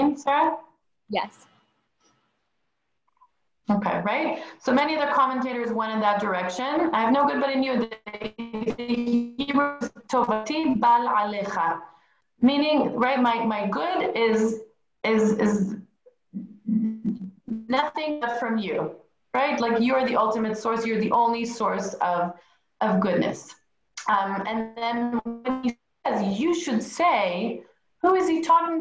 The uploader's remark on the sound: Zoom Class.